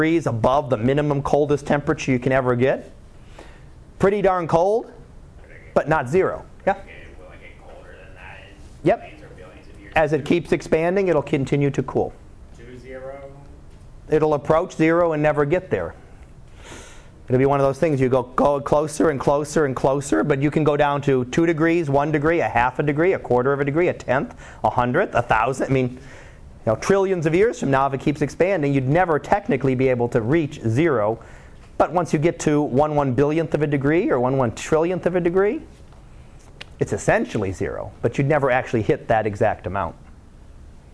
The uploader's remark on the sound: Live Class Lecture